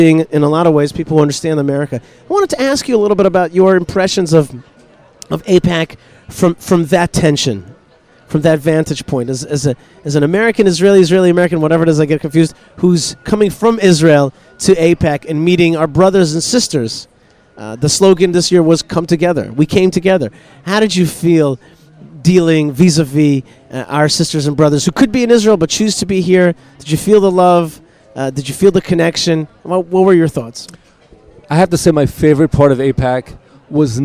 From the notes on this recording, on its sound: in the airport and airplane